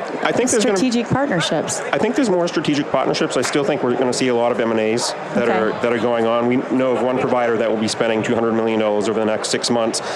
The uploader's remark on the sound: LIVE from Las Vegas, at #HRTechConf